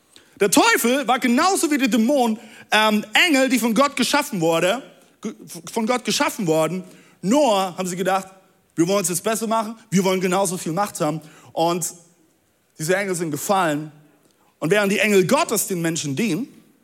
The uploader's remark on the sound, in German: Audiomitschnitt der Predigt vom 19.